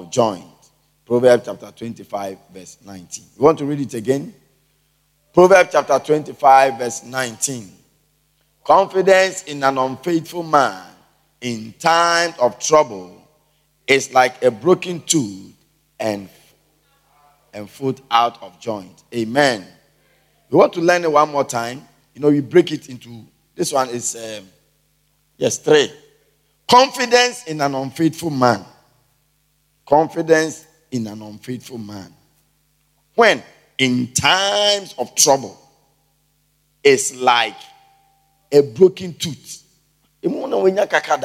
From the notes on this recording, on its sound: Preached at the Everlasting Father Cathedral.